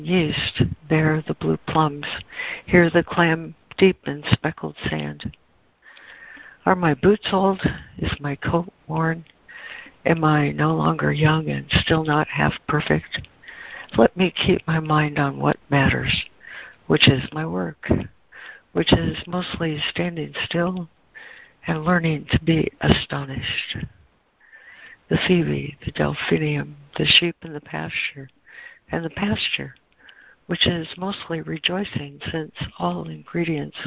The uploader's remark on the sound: ACIM Daily Conference Call